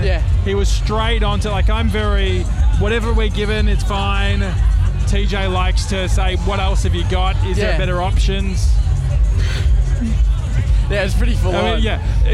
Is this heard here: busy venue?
yes